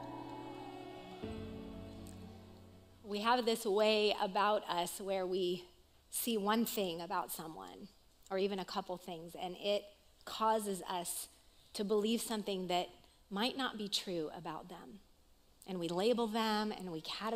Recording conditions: live audience